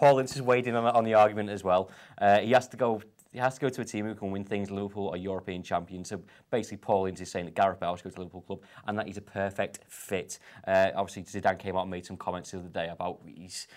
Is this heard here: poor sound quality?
no